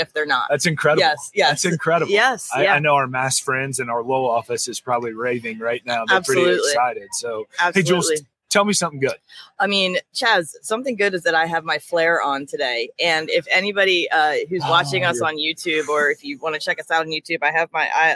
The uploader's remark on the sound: Live from SHRM 2023, it's The People Purpose Podcast. Recorded our episode from inside the expo hall at the SHRM annual conference in Las Vegas.